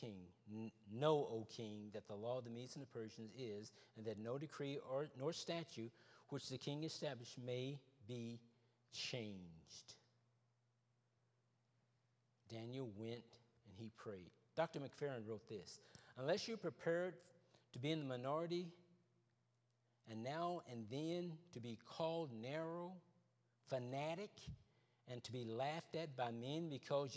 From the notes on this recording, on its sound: Wednesday Evening Service. Trinity Baptist ChurchFindlay, Ohio.